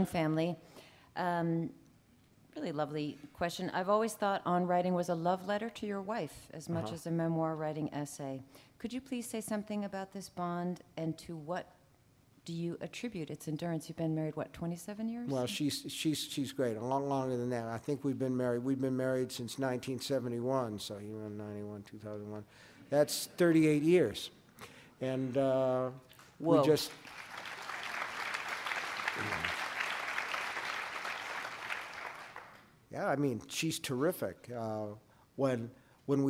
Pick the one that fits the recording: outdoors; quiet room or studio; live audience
live audience